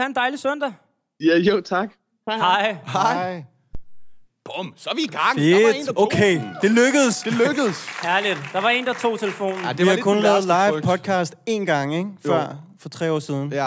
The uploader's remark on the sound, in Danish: LIVE fra Aveny-T. Første live-podcast i årevis!